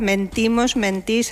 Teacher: si pasa a la segunda sílaba, mentimos, mentís, ahí, claro, no diptonga.